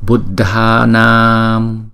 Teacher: Kéo dài chữ A trước rồi mới đóng chữ A lại